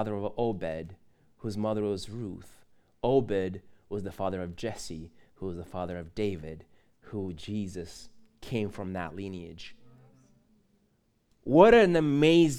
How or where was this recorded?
large echoing room